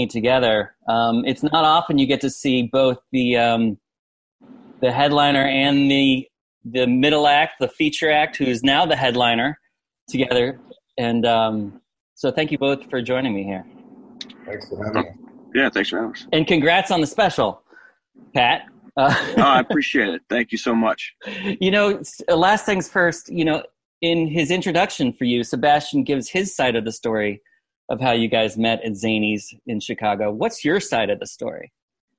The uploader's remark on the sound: sat down with me on Zoom